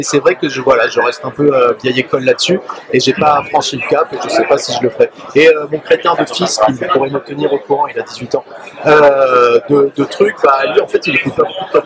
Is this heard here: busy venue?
yes